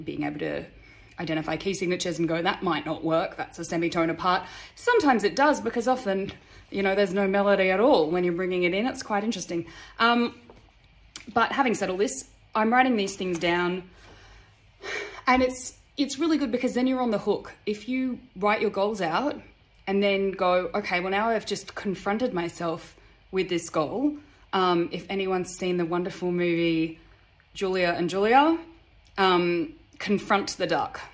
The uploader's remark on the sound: I managed to have problems with my new mic - it recorded but was cutting in and out. Hear we have my iphone sound recording, and because of the file type I was unable to add my usual background music..